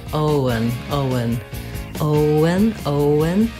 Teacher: the letters E-N say the schwa sound, and the N, un.